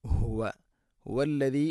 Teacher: ഹ തൊണ്ടയുടെ താഴെ ഭാഗം